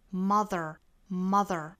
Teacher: 我们需要注意最后尾音的一个的卷舌音，mother，mother， you made me amother。其他的部分就都是一样的了。我们再来读一下美音版。We'll walk hand in hand until you